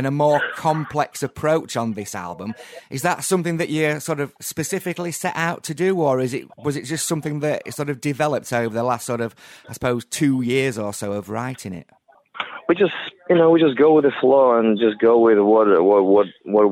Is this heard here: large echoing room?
no